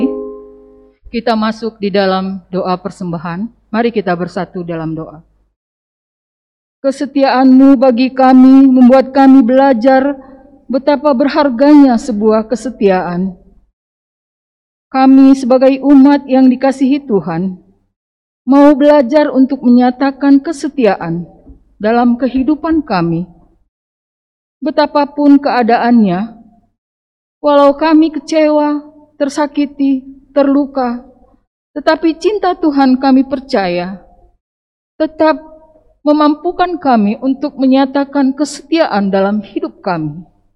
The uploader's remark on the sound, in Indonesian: LIVE] KEBAKTIAN MINGGU XX SESUDAH PENTAKOSTA